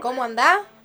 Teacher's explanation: O sea, es una provincia en donde no se pronuncian las S's al final. · Term: la S del final